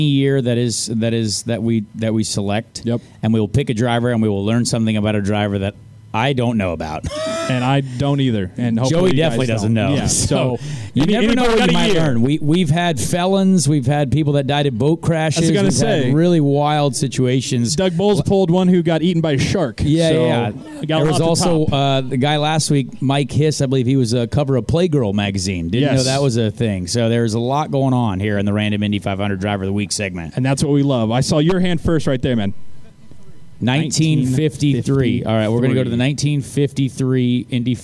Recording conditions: busy venue